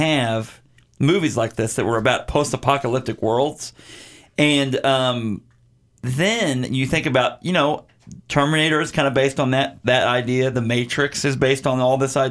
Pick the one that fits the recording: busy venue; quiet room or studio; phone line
quiet room or studio